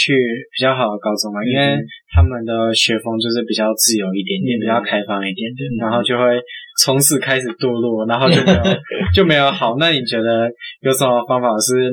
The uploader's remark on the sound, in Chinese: 這次去噪後音質超差，早知道當初就別買電容式的麥克風了